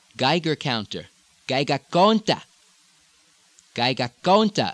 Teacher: the diphthong becoming the extra stress syllable